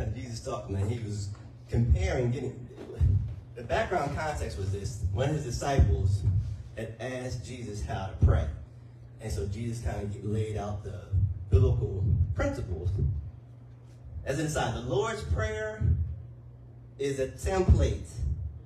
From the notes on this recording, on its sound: Sermon audio